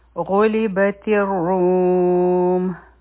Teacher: آیا نمبر 2، غلبت الروم. دلته کې غین غټ حرف دی او په ار روم کې به مونږ رو غټ وایو او دا مدی عارض دی، سکون دی، د مقدار سلور حرکت دی.